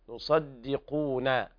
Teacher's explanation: لابد هنا من بيان ترقيق الدال حتى لا تتحول إلى ضاد